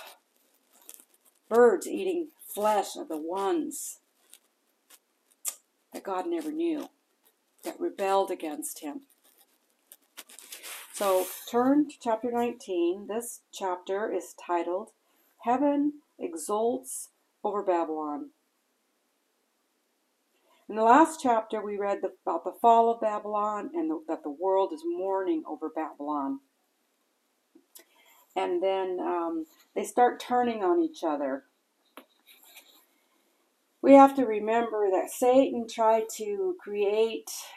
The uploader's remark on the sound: Warning: lots of noise, sorry.